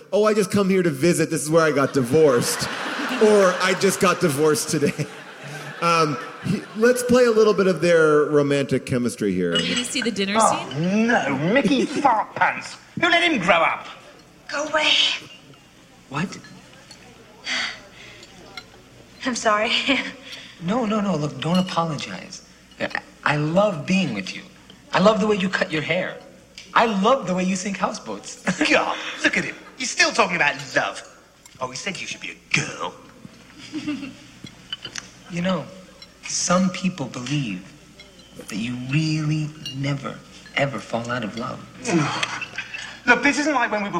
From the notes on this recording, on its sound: Recorded live at The Ebell Theater in Los Angeles